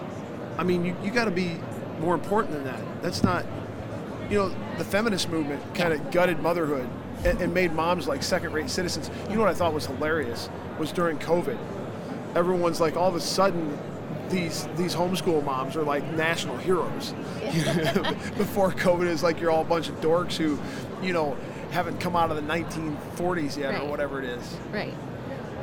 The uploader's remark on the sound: Following Up at NRB. LIVE from NRB 2022!